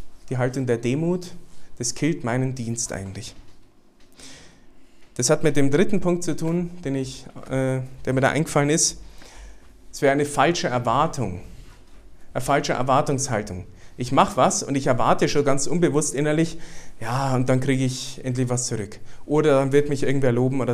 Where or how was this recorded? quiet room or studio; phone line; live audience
live audience